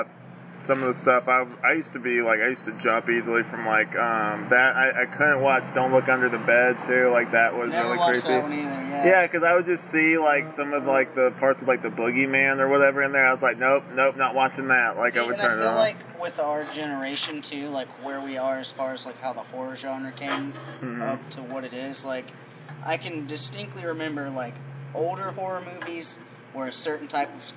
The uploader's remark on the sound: Sorry for the weird audio issues in this one the quality improves in later episodes!